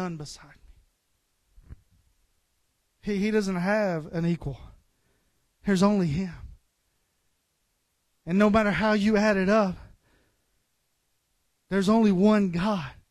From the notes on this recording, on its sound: This episode contains the extracted audio from a service at River City Pentecostals.